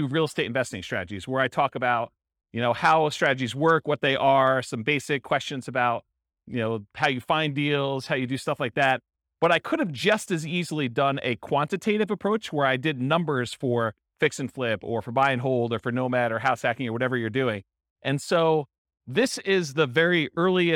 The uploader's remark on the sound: This was a live class recorded. Real estate entrepreneurs in Vancouver, Washington.